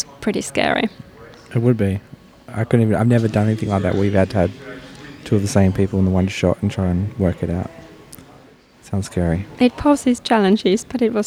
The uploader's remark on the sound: On a recent film adventure to Melbourne I managed to squeeze in a couple of podcasts. In the foyer of the Forum Theatre during the Melbourne International Film Festival.